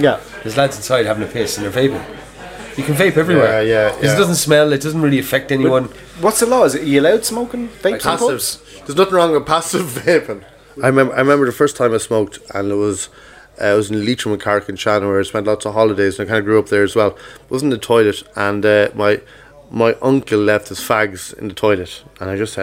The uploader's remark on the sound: live from Murphy's Pub on Brandon Pier in Kerry for pints and chats